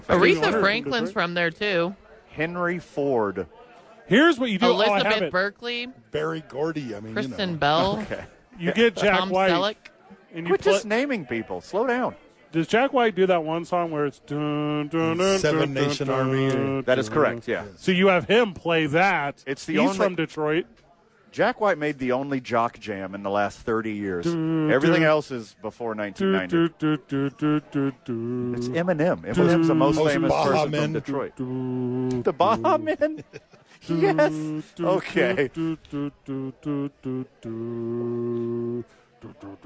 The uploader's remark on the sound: The Bois are live from Howies Sports Page.